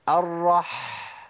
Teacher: لازم تسمع صوت الحاء وهي طالعه منين، من نص الحلق · Term: الحاء الساكنه